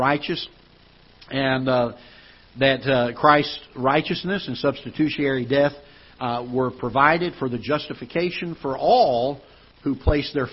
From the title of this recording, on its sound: Ketha Heights Baptist Church ~ Live Broadcast